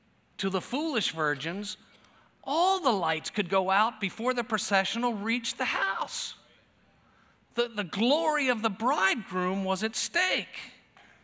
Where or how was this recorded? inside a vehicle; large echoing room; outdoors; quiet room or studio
large echoing room